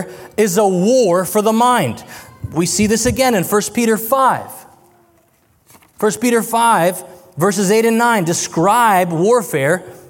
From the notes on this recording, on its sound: This is a recording from the Fierce Families Conference, which took place in Tacoma, WA, October 20-21, 2023.